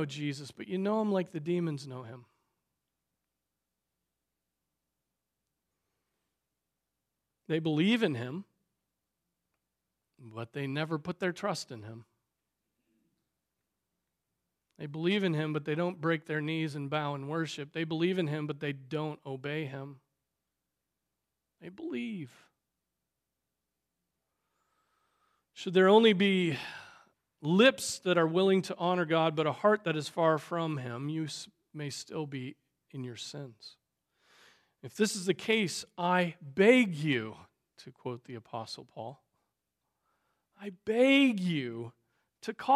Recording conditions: large echoing room